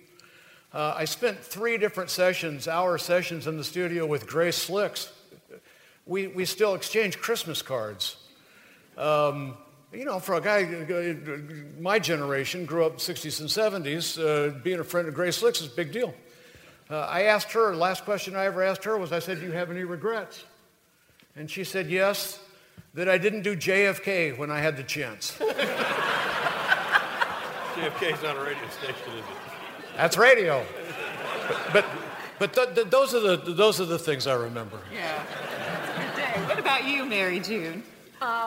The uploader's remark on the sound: As heard on April 9, 2022 at CPCC's Halton Theater. This is WBT's 100th Anniversary Celebration.